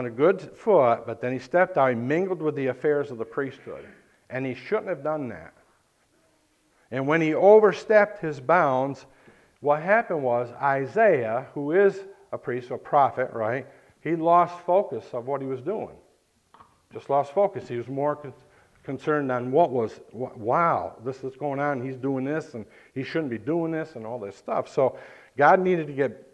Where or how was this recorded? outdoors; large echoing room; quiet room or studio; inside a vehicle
large echoing room